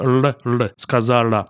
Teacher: у него поднята задняя часть языка, но контактирует передняя часть языка «апекс» с альвеолами или постальвеолярной частью · Term: л-европейский